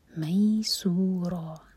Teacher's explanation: سین پر سیٹی والی آواز اور را مد عوض عن التنوین.